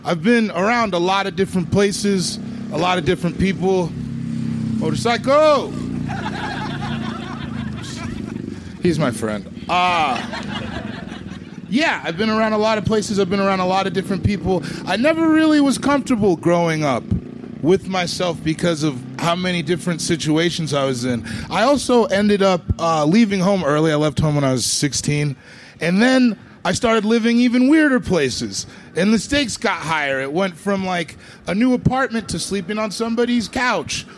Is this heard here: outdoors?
yes